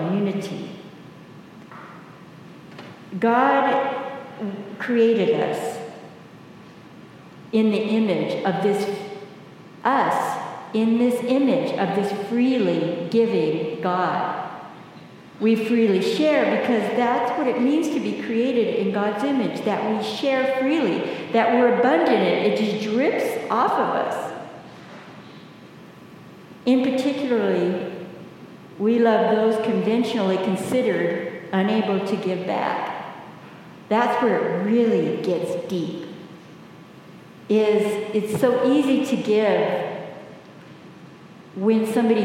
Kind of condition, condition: setting, large echoing room